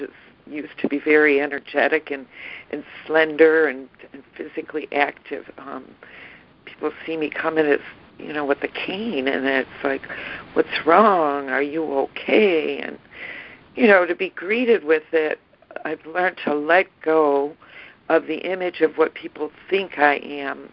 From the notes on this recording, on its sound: ACIM Daily Conference Call.